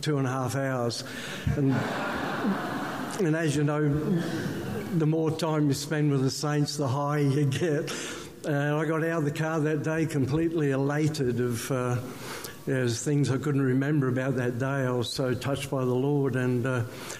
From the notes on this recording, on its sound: One of the highlighted testimonies from the ACT/NSW Revival Fellowship conference held in Newcastle June-2018.